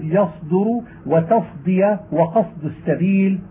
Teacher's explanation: إذا سكنت الصاد وأتت بعدها دال وجبت المحافظة على تصفية لفظ الصاد لئلا يخالطها لفظ الزاي